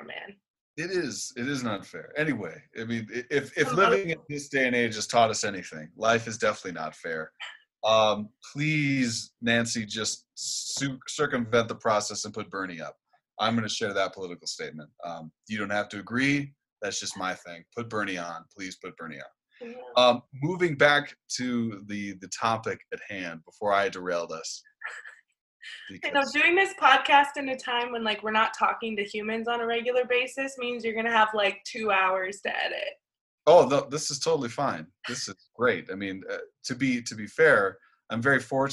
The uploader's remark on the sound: This episode we Zoom-ed up